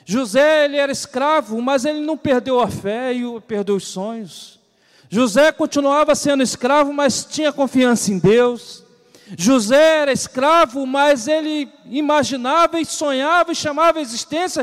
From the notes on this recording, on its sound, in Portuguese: CULTO DE LOUVOR E PALAVRA AO VIVO